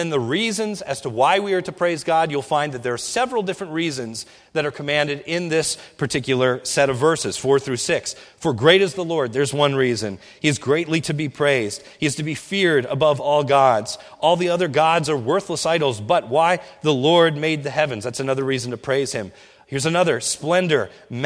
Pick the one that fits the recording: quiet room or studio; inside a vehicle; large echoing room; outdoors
large echoing room